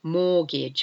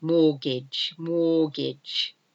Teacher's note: it's got a silent T again in the middle of the word. M-O-R-T-G-A-G-E.